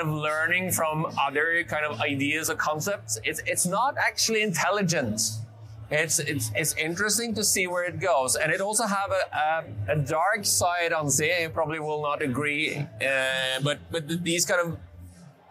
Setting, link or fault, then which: setting, busy venue